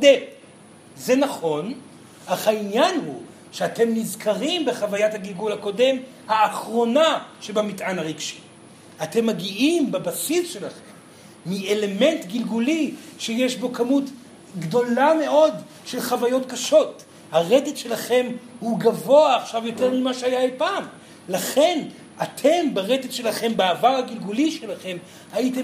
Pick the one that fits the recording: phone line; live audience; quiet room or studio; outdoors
live audience